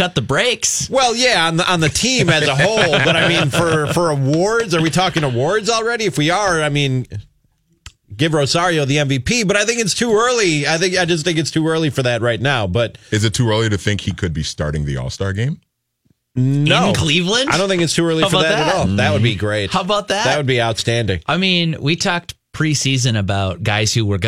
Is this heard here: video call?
no